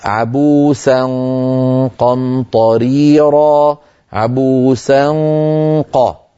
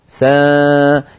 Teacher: لما ختمت التلاوة عبوسا قمطريرا، لابد من أن نهيئ الفم على مخرج القاف عند نطقنا للنون المخفى عند القاف، عبوسا قا، فيخرج الصوت مفخما لأن الفم مهيئ على مخرج القاف ولسان المزمار راجع إلى الوراء وفي تضيق في الحلق، فيؤدي هذا إلى غنة مفخمة · Shown in: first take